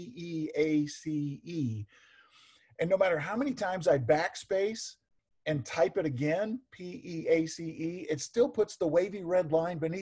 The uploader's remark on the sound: Zoom Sunday (Audio)